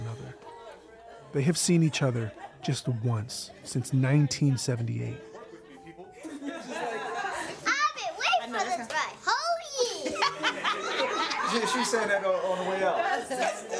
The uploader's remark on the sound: On stage at Hot Docs. In this live discussion from the Hot Docs festival.